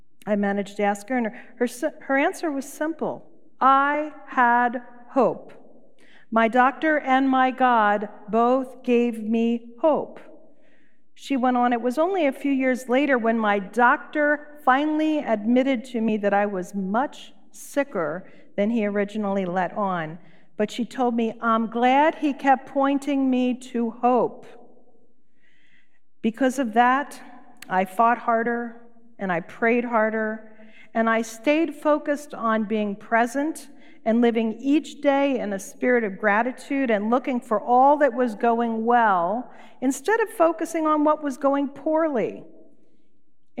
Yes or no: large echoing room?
yes